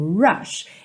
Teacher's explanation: O R no começo da palavra, ele é enrolado sim